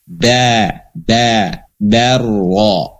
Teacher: ketika masuk ke ro baru tebal · Term: ro tebal